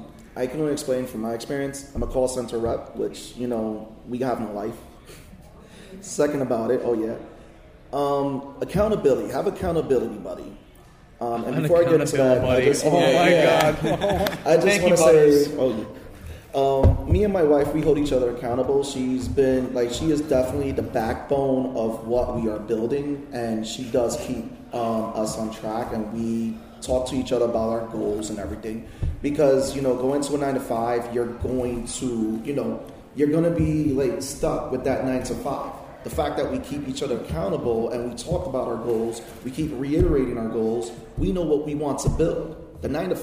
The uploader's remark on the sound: New Media Panel at Inbeon Con. A special guest that decided to crash halfway through the panel.